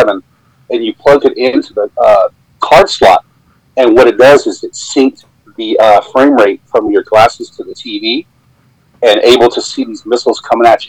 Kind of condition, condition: fault, poor sound quality